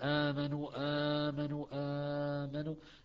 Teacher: كما في مد البدل، آمنوا بحركتين، آمنوا بأربع حركات، أو آمنوا بست حركات، أنت مخير لأن هو روي له ثلاثة أوجه. فإن ذكر